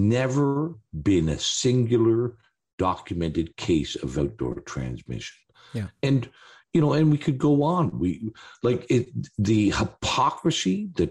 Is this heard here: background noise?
no